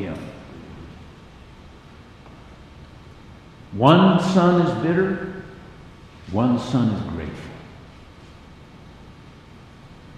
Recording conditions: large echoing room